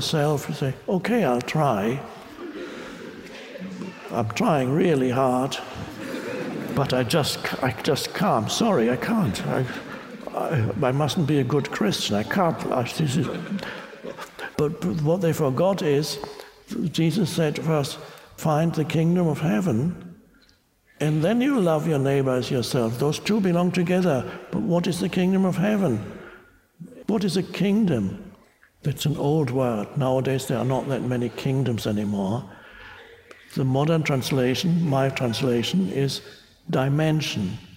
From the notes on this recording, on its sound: talk with an audience in Budapest